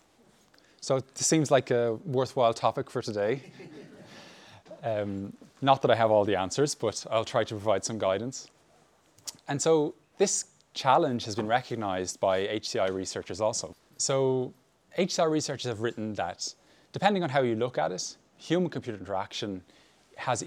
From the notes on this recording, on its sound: Talk to our live audience. Live Q&A.